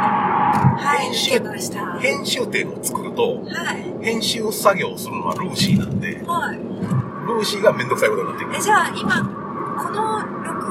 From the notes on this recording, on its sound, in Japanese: 高速道路走行中の車内での思い付き録音のため、音質が良くありませんがご了承ください